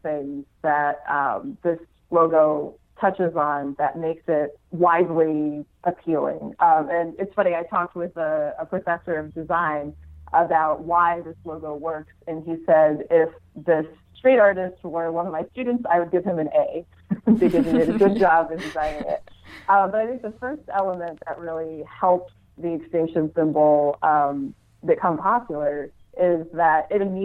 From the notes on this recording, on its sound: I had with me on the phone from Seattle